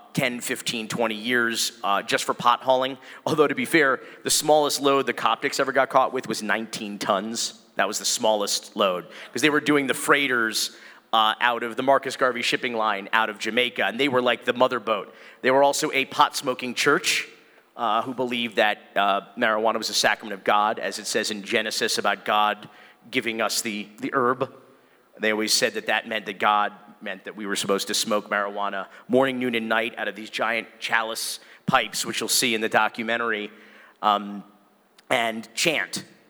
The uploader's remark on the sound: Live from the International Church of Cannabis